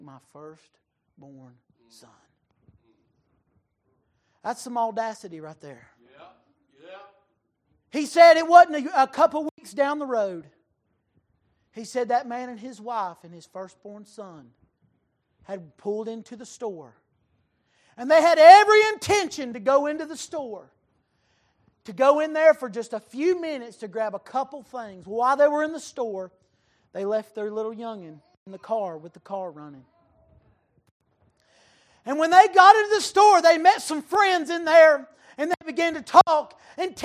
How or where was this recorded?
large echoing room